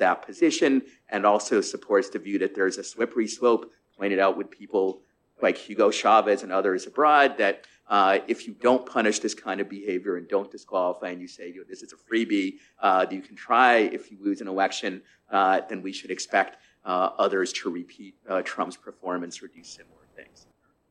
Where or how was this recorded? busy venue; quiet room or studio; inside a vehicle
busy venue